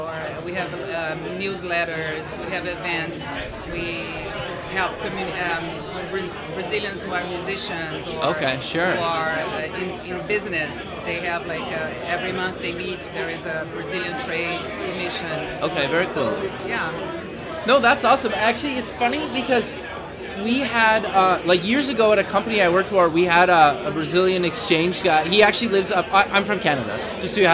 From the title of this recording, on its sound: Live at the MEAs